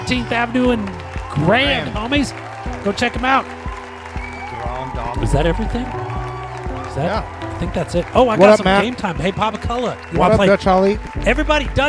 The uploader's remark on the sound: Filmed in front of a live Studio Audience.